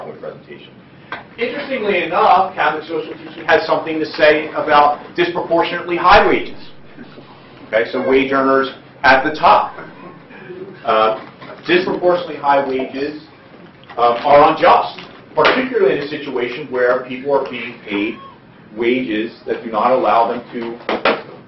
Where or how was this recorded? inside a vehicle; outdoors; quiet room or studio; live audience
live audience